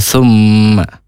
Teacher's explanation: huruf sa, ujung lidah ke ujung gigi atas, tidak nempel.